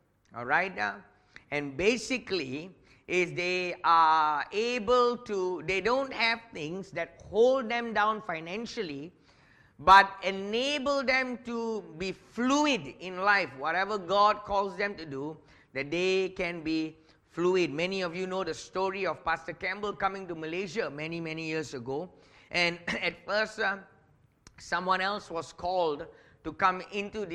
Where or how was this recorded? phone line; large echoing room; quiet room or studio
large echoing room